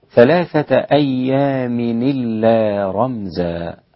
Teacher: ثلاثة أيام إلا، النقل هنا والسكت، ثلاثة أيام إلا رمزا، هذا النقل، نقل حركة الهمزة إلى الساكن قبلها. والإمام حمزة إذا وقف نقل مع ورش، هم الاثنين بس اللي بينقلوا، الإمام ورش والإمام حمزة وقفا، وافق حمزة ورش وقفا فقط إذا وقف عليها، يعني على الكلمة التي فيها همزة.